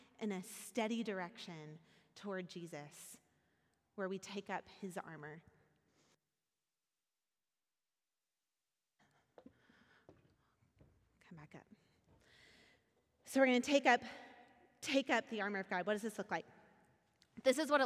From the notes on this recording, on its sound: Recorded at our Sunday service on November 27th, 2022 in Port Orchard Washington.